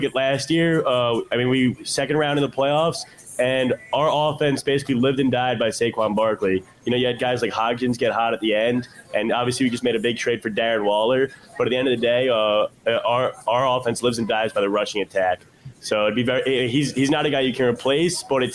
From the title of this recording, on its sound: LIVE From The Giants 2023 Draft Party